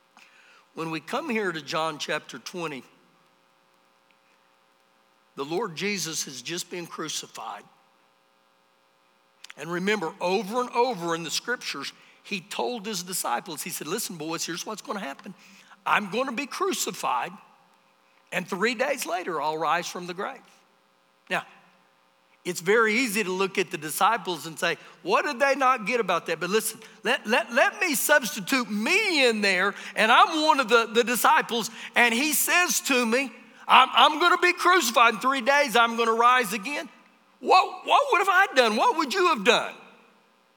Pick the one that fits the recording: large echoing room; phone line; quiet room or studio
large echoing room